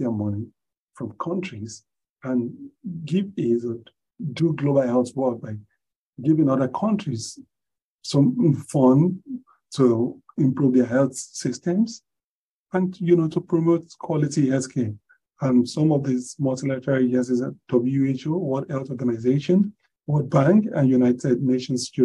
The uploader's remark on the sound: Zoom Meeting